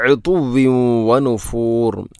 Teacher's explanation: തൻവീനു ശേഷം വ എന്ന അക്ഷരം വന്നാൽ ഇദ്ഗാം നാഖിസ് ആണ്. ഉതുവ്വിൻ വനുഫൂർ എന്നാണ് പറയേണ്ടത്.